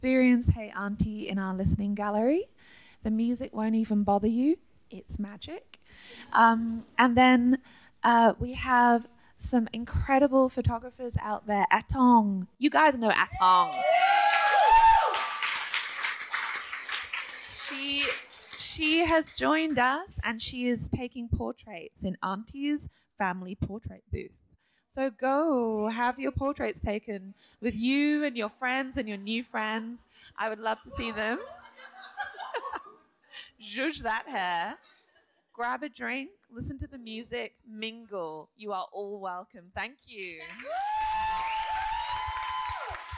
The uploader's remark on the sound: Live Show at ACMI! Full-house, crowd.